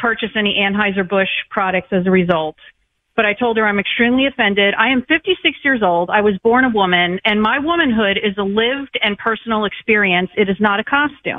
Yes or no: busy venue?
no